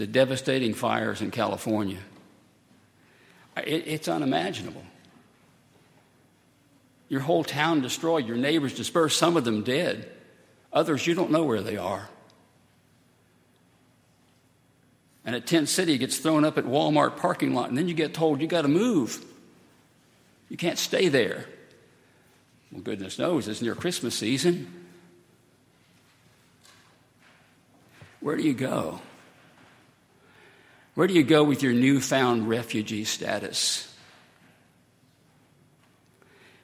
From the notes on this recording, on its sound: at Highland Baptist Church.